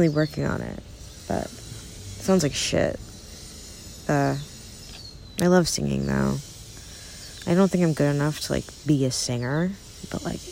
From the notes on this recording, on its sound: Recorded from the backyard. Lots of birds.